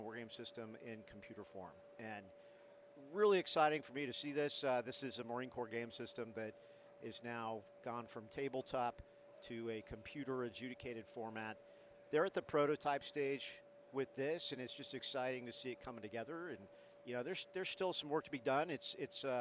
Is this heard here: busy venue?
yes